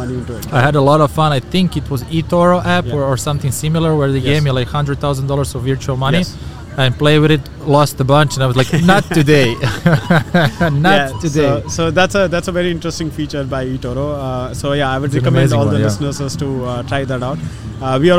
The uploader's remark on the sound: The Change Officer is at Step 2022 Conference! We are joining the thousands of experts, leaders, and visionaries in conversations on technology & innovation in Dubai Internet City.